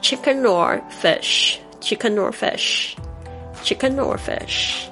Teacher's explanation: 然后后面跟那个 or，O R 这个声音呢，可能会有一个连音，但是也不要太强调